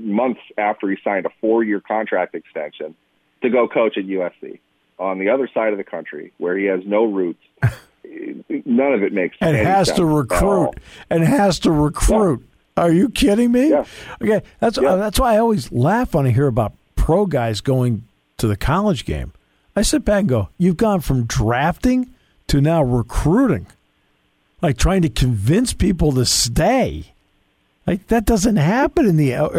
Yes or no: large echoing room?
no